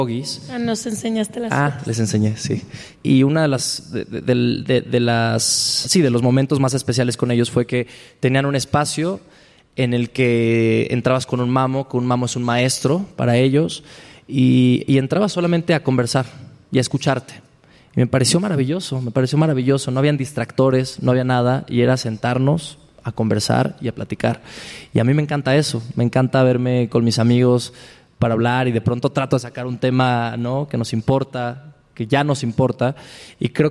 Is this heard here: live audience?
yes